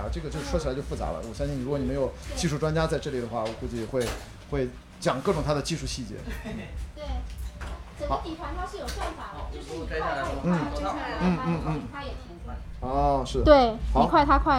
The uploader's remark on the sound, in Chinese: 我在阿那亚的【候鸟300】的沙城的夜里，散步。打开H6录音机，随机漫步，随机录音与对话。我遇到了两个音乐人，一个打击，一个长号。